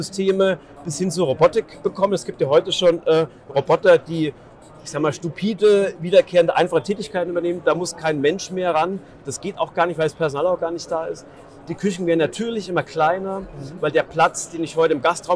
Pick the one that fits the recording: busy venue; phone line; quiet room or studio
busy venue